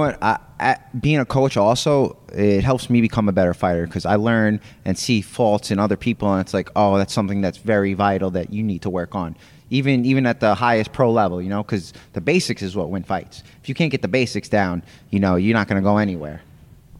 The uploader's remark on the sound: IN-GYM